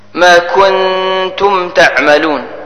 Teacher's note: النون الساكنة جاء بعدها حرف تاء وإذا جاءت تاء حرف تاء بعد النون الساكنة تخفى بغنى قدر حركتين · Term: إخفاء